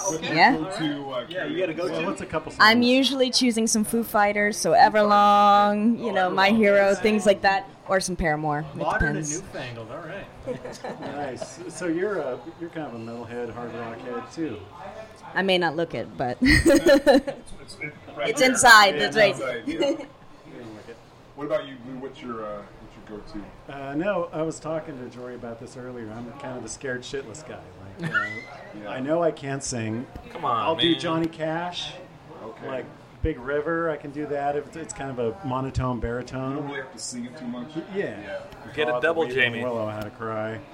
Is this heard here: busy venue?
yes